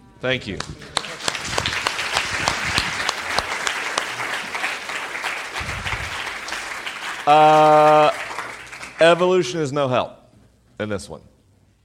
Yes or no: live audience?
yes